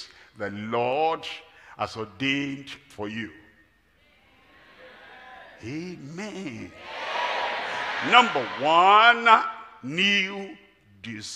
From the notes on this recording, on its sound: live at Ogbomosho, Nigeria